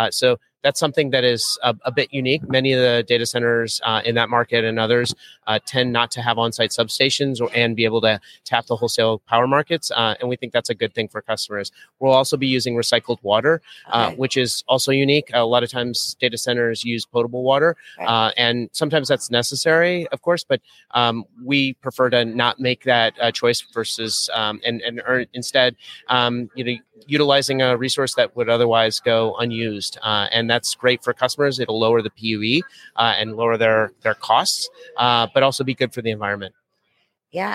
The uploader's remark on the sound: JSA TV LIVE at PTC’23